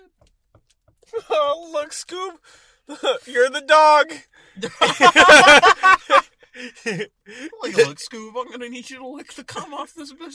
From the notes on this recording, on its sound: From the Car.